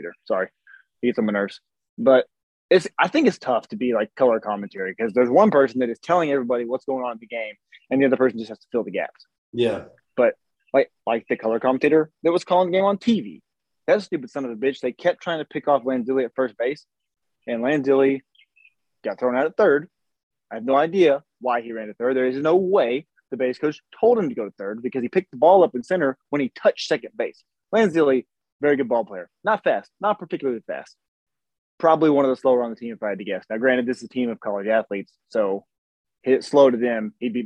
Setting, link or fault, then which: link, video call